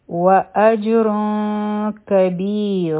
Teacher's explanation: په تنوین کې چې د نون ساکن کوم آواز دی د هغې د پټولو کوشش به کوو · Term: اخفا